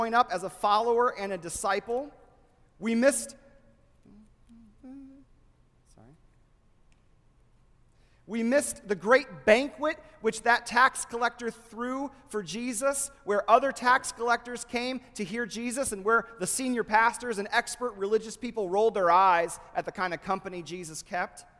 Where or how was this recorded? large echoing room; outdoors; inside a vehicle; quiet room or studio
large echoing room